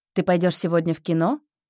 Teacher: Тон повышается на кино. · Term: Общий вопрос